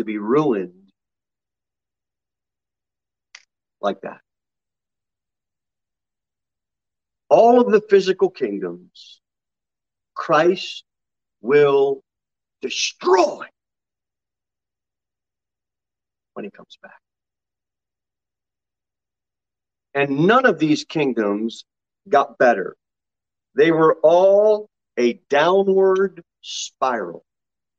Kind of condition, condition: setting, large echoing room